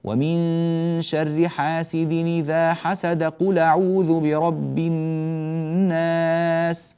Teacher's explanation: هكذا بالوصل من غير بسملة